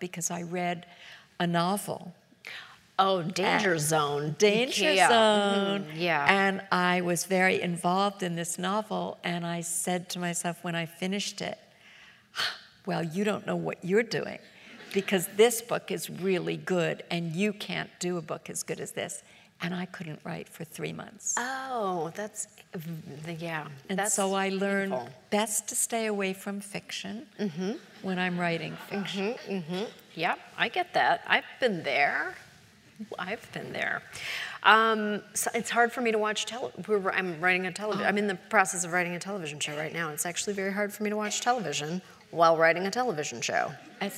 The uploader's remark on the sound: The conversation was recorded on June 2, 2015 in front of a live audience at New York's 92nd Street Y.